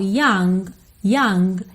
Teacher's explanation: Quando eu falo young, young, eu posso ter um g, g bem levinho